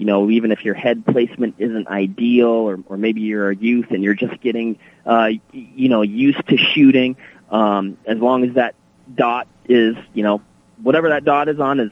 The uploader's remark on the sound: a phone conversation